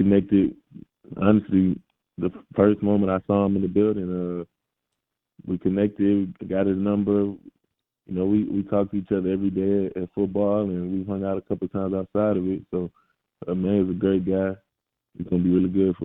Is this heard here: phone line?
yes